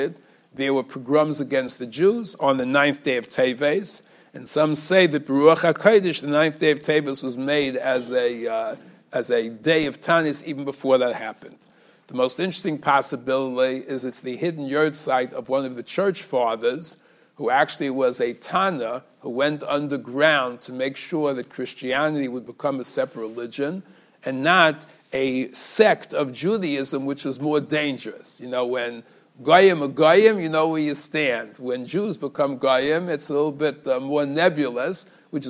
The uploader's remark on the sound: Shiur recorded in Yeshivas Ohr Reuven, Monsey, NY.